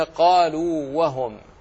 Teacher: قالوا وهم لا تدغم، لأن الواو الأولى مدية